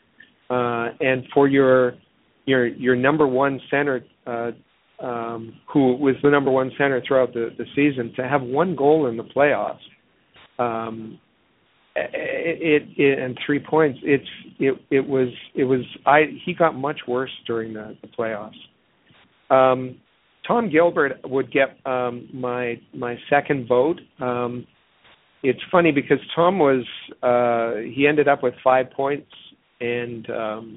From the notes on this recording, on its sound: we take your phone calls